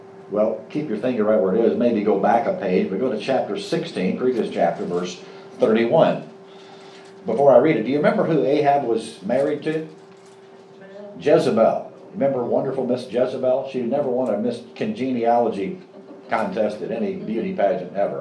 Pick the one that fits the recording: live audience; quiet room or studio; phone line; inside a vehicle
live audience